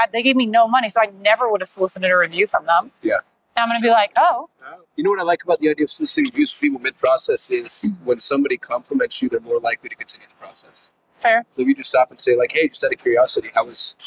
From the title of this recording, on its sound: Vegas! On Location - Traffic and Conversion Summit 2024